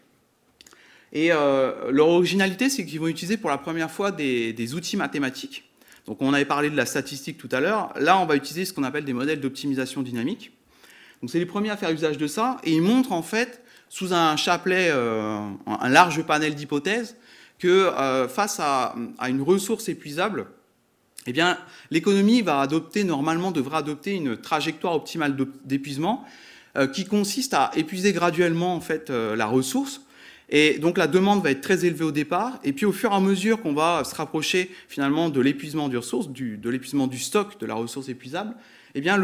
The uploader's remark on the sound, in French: Conférence donnée à Grenoble.